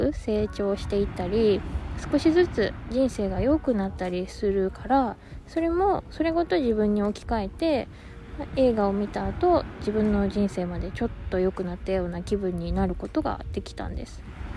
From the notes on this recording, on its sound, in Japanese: マスクにサングラスで一人語り。怪しさ満載で地元の海岸を散歩がてら収録。海岸の音を聴きながら、どうぞ。波の音。